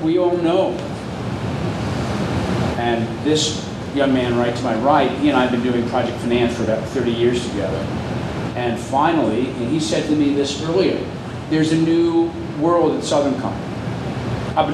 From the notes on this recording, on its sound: A Panel hosted by Energy Transition Finance. A panel at the office opening for Energy Transition Finance and Emerald Operating.